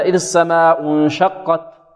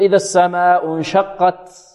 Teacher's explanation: التاء من أين تخرج؟ تخرج من أصول الثنايا العليا · Shown in: first take